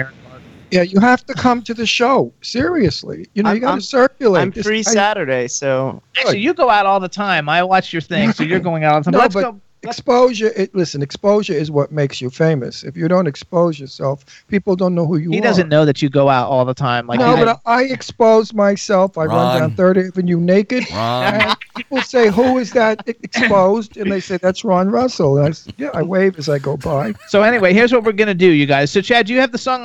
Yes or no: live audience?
no